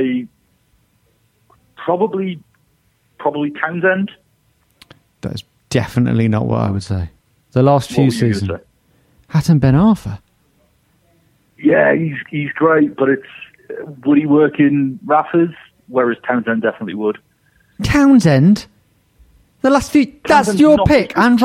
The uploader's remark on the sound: on the phone